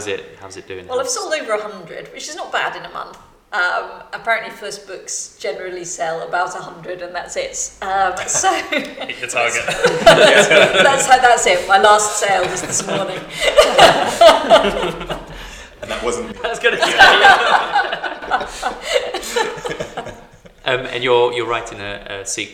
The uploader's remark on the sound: This episode was recorded at Stantons Coffee House , Bush Hill Park, Enfield. This episode was recorded at Stantons Coffee House , Bush Hill Park, Enfield.